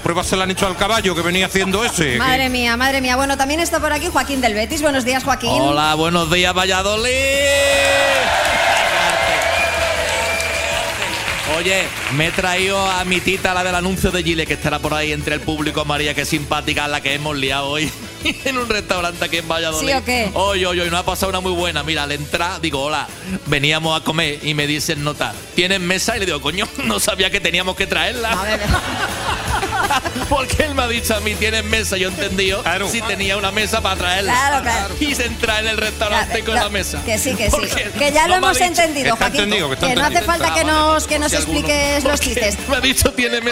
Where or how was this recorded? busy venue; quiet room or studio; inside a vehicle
busy venue